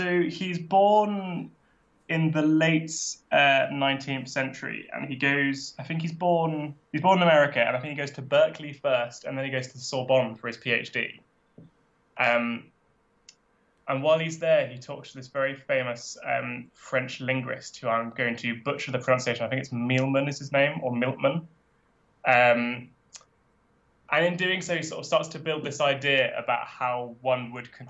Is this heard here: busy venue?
no